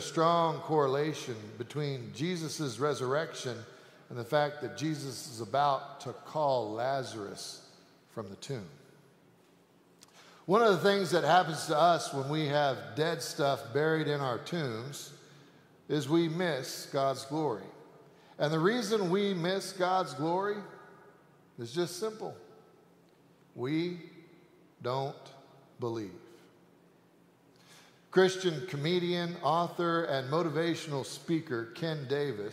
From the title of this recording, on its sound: Sanctuary Service